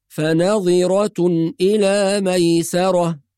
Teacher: بعض الناس يقرأ بإسكان الضاء فيقول فنظرة فنظرة إلى ميسرة، وهذا خطأ، والصواب أن الضاء مكسورة فتقرأ فنظرة إلى ميسرة بكسر الضاء وليس بإسكانها